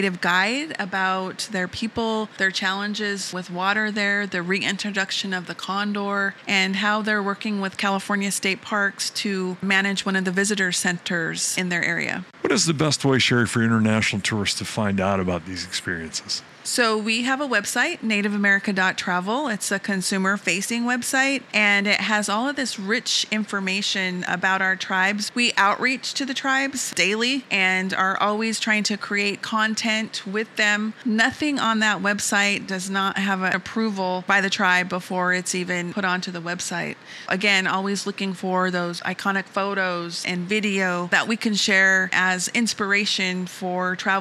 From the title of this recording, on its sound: Live From IPW